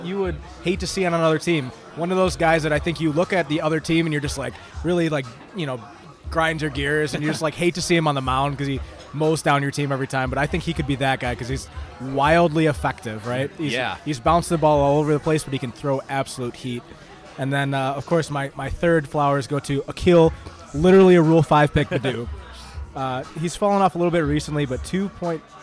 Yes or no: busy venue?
yes